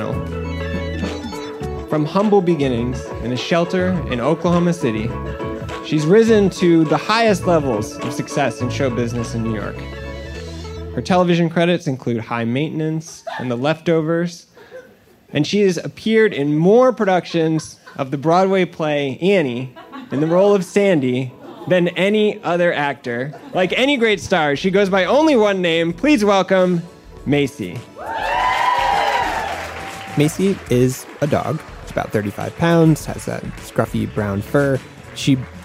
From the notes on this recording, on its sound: The last episode of G, our series on intelligence, was recorded as a live show back in May 2019 at the Greene Space in New York City.